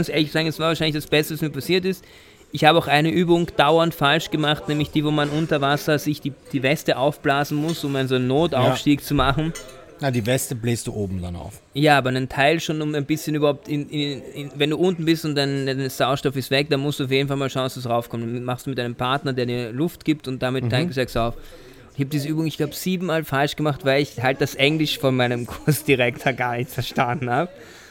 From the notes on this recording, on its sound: Live aus dem Golfclub. Der Podcast wurde zum ersten Mal aus dem Golfclub aufgenommen.